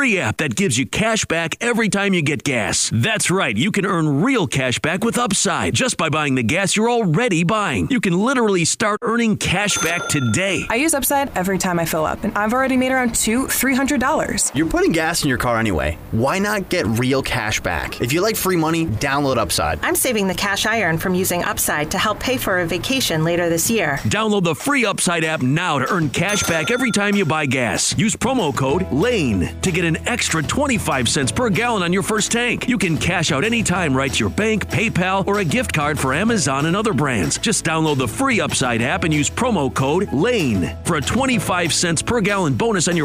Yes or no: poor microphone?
no